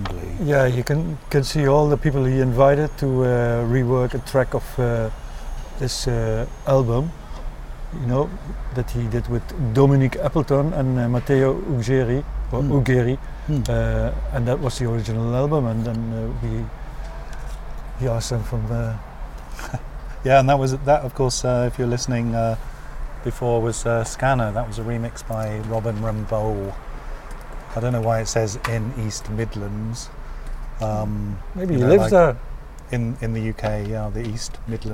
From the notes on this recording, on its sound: Radio-On-Berlin. Live from the Balcony.